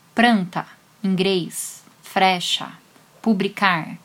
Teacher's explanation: a troca do l pelo r é bem comum no falar das pessoas de baixa escolaridade